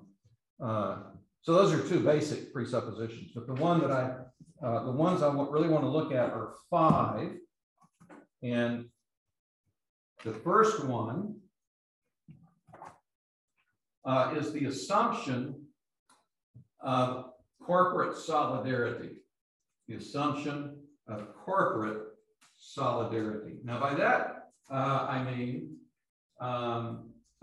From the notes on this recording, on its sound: These podcasts are the recordings of the lectures.